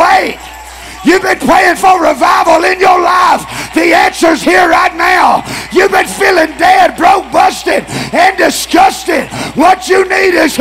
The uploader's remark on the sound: Tent Revival Night 2, Oct. 8, 2022